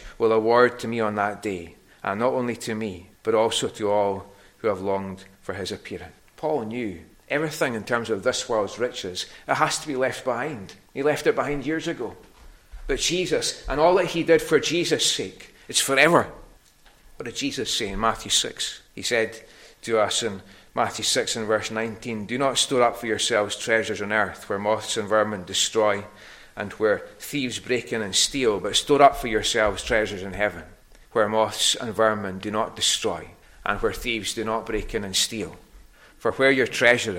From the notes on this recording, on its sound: recorded at North Harris Free Church on the evening of Sunday, 22nd October 2023